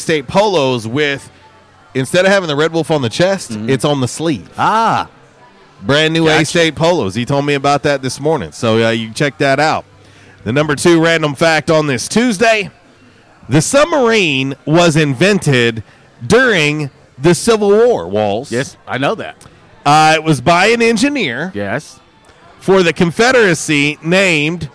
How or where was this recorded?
busy venue